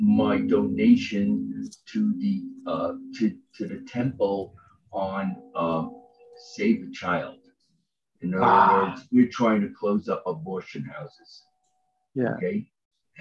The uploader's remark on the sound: Zoom Call.